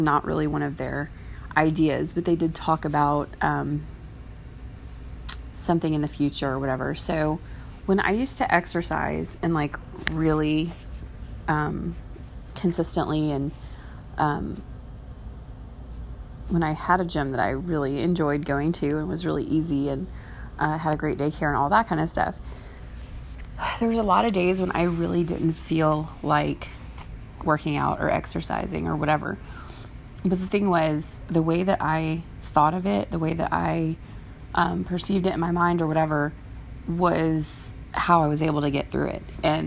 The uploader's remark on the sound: I’m not sure why I sound like I’m licking stamps lol.